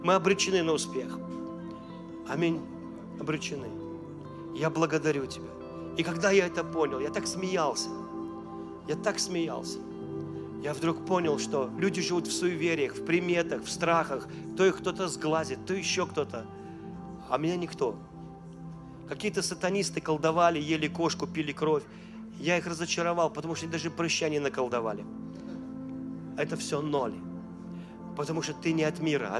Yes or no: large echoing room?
yes